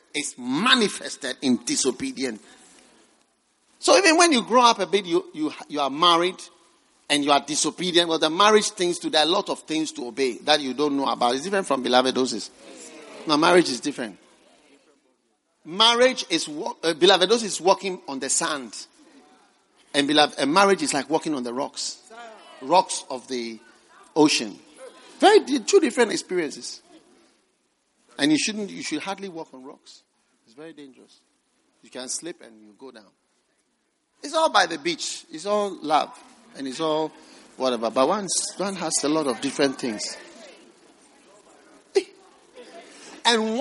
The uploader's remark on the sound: Preached at the Gathering Service, First Love Church.